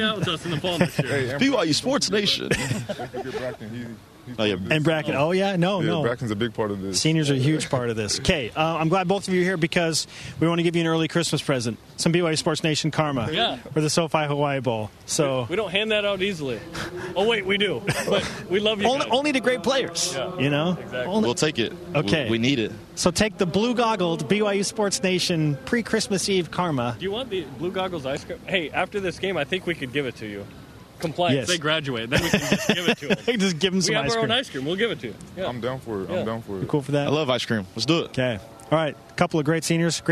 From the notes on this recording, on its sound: Live from Aloha Stadium. It is Bowl Game day.